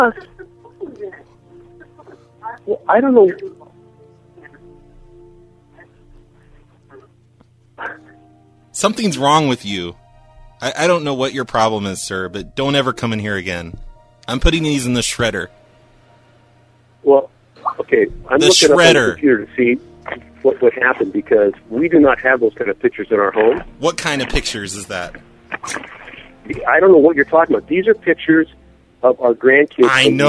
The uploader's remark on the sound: …'s Personal Prank Phone Calls Collection.